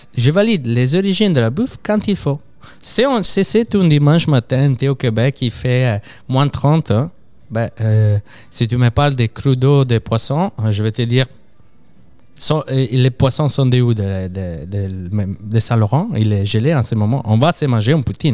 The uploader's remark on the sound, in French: Merci au restaurant Lola Rosa de nous avoir accueilli pour enregistrer le podcast